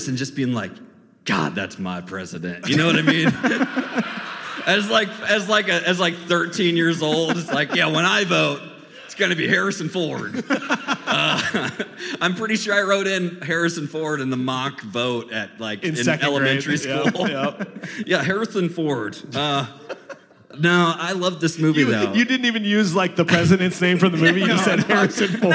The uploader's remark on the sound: We are in front of LIVE studio audience in Cedar Rapids, IA.